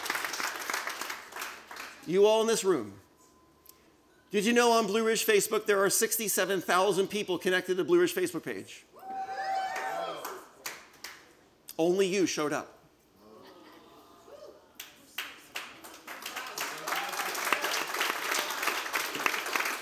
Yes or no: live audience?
yes